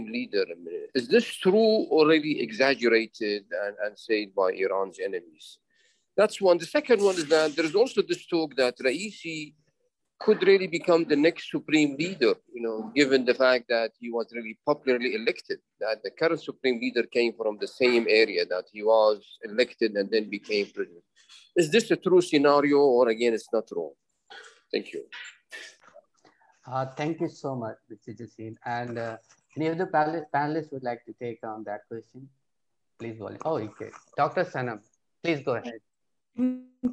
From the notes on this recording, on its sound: This public talk was conducted online via Zoom